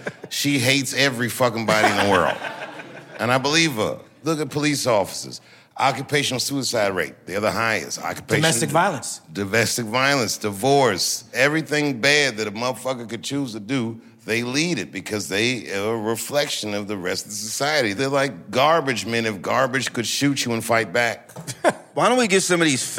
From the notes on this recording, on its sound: Recorded live in 2022 at the Blue Note Jazz Festival.